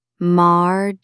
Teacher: Stress the first syllable.